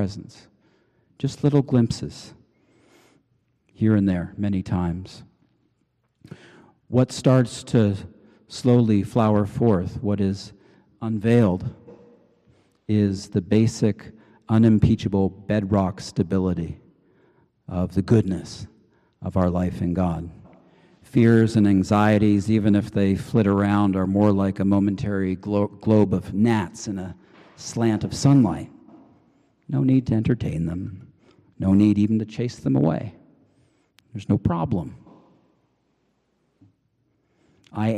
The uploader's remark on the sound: Preached on May 7, 2023 at the Cathedral Church of St. Mark in Salt Lake City.